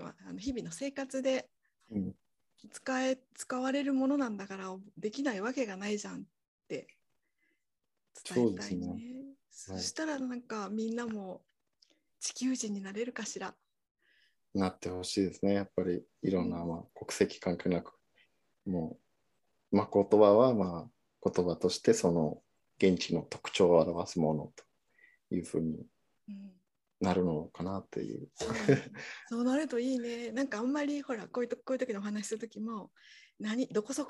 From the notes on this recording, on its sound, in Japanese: 収録場所： オンライン (Zoom)